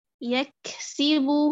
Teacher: أعطي الكاف شدتها ثم همسها من غير ما أطيلي زمن الشدة، يعني ما أقول يكسي أقف بعد كذا أعطي زمن الهمس، لا مباشرة الشدة ثم الهمس.